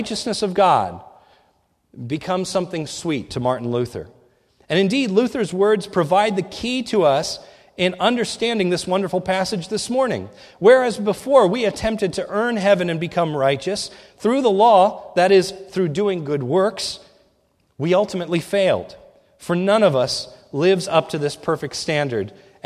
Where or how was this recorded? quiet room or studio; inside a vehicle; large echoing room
large echoing room